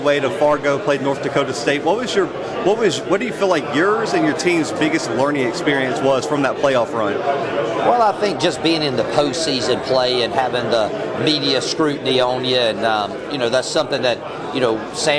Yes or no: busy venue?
yes